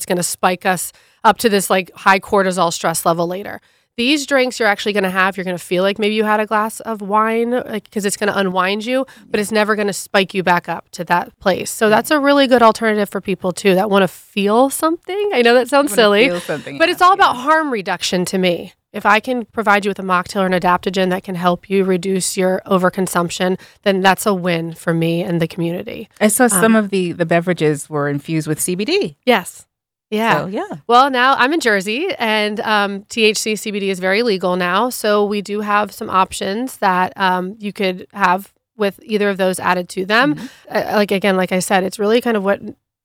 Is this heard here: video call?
no